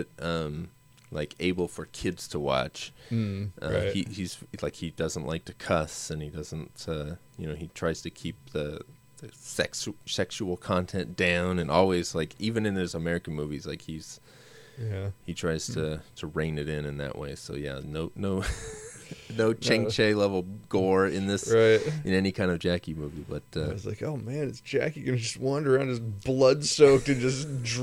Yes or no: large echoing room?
no